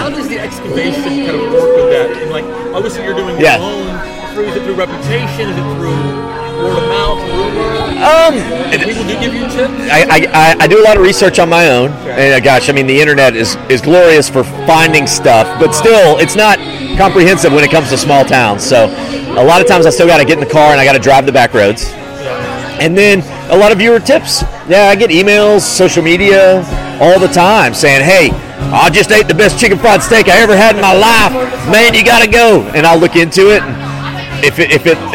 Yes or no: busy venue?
yes